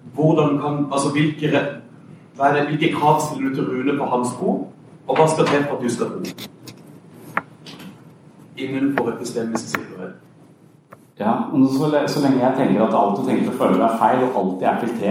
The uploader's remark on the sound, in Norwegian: I denne episoden gjester vi skeptiker uka på Universitetet i Agder i regi av Laget som er et kristent studentsamfunn. Vi skal spille inn en episode av «Pastoren og Psykologen» med publikum i salen.